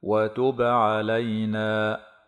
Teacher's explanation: الباء هنا ساكنة فحكمها القلقلة